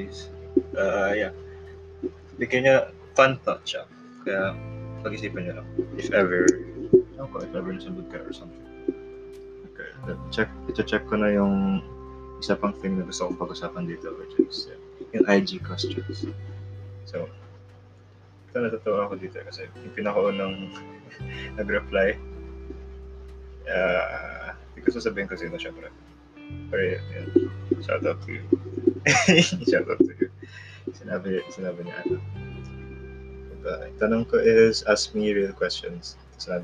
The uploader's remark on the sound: Bad Audio